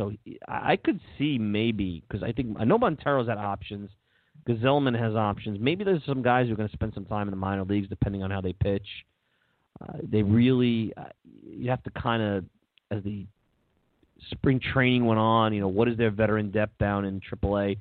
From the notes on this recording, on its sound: Pitchers & Catchers Call-In Show.